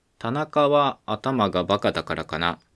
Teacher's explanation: 実はこれは全部母音があーなんですよね